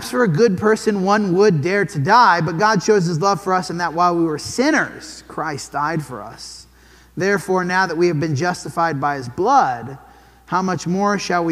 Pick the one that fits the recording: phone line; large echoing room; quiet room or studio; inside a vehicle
large echoing room